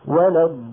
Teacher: مططت صوتي في الضاد أكثر من مطي له في اللام، ومططت صوتي في اللام الأولى بقدر مطي لصوتي في النون التي وقفت عليها. · Term: الرخاوة